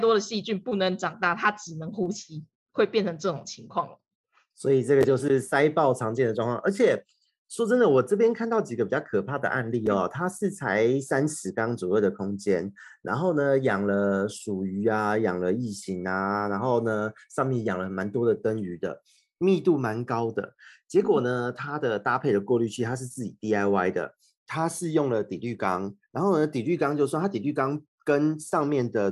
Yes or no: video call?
yes